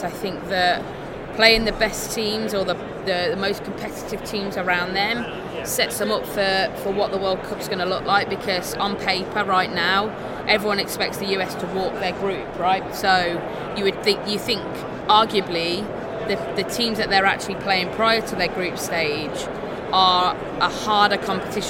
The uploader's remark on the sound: Live from the 2019 USC Convention